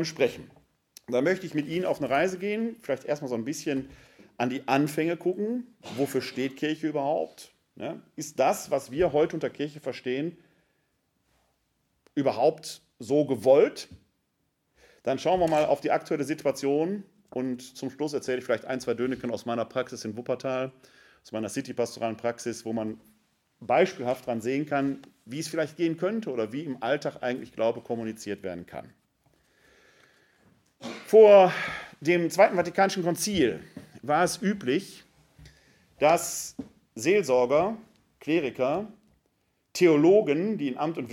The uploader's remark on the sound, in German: Mitschnitt des Vortrages